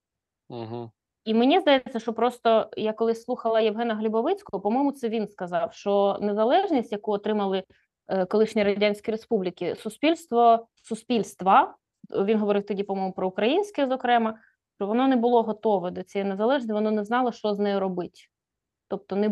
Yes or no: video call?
yes